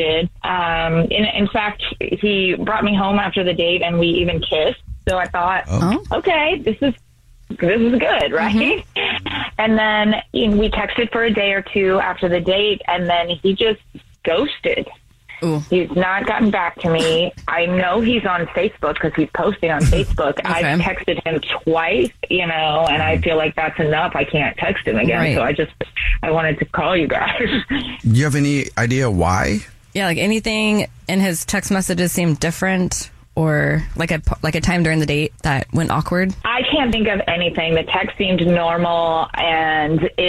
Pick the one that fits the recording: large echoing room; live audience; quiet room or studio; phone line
phone line